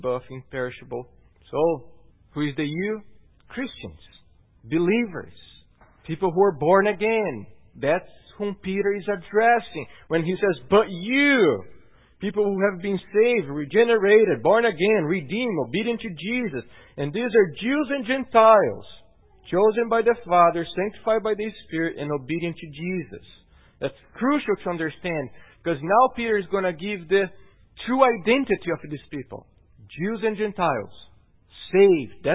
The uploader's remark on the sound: at Gracious Cross Reformed Church Salem on Sunday, June 10th, 2018.